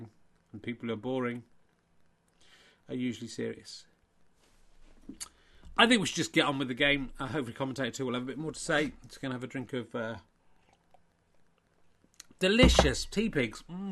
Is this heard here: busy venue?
no